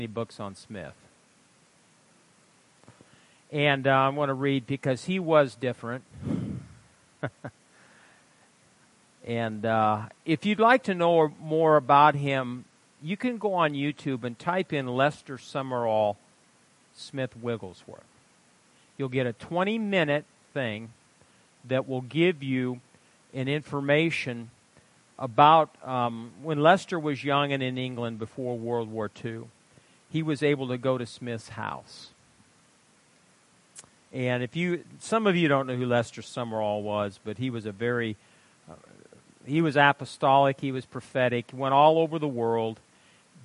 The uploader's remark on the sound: Wednesday Night Service - Audio.